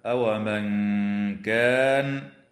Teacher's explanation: حكمها الإخفاء الحقيقي مع الغنة مرققة